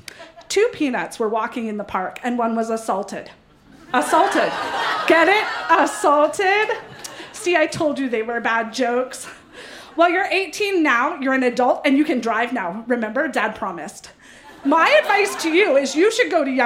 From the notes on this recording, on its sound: Recorded live in Vancouver, BC.